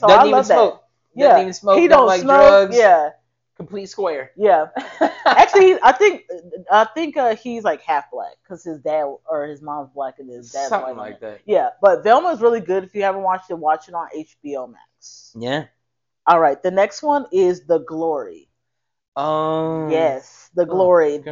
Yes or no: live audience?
no